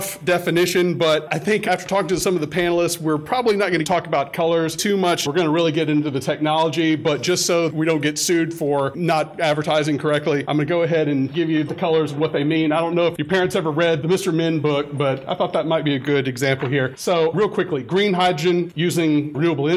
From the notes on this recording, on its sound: UNC CleanTech ’23 (Live). For a panel on "The Many Colors of Hydrogen, ". Recorded live at UNC CleanTech.